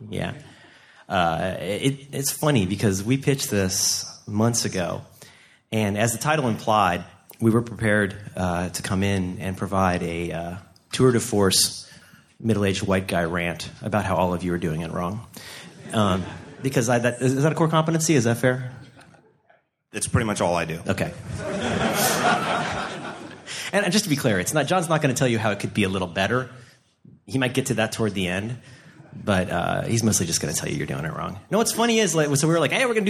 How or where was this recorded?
live audience